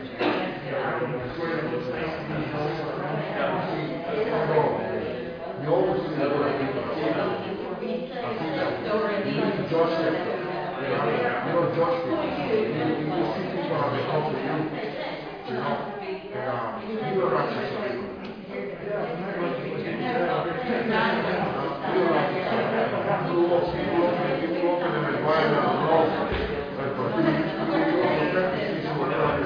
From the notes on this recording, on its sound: Recorded live in Liberty Church on 5 December 2021